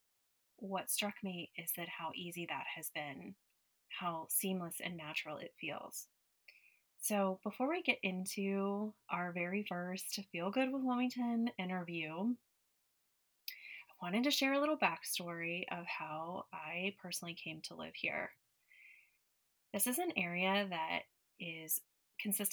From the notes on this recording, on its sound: PLEASE bear with the audio in the intro- it gets better at 9:25 timestamp